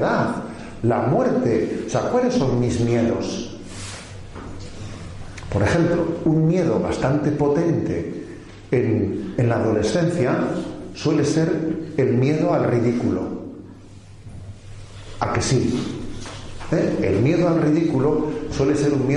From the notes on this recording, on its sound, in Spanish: Es una charla-catequesis grabada en Salvatierra el 5 de julio de 2016 en el campamento de niños y adolescentes (de 12, 13, 14 años) del MEJ (Movimiento Eucarístico Juvenil).